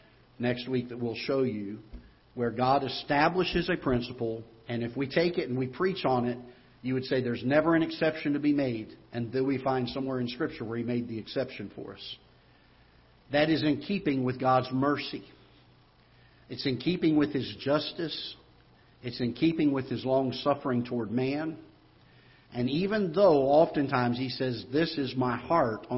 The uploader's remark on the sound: Ketha Heights Baptist Church ~ Live Broadcast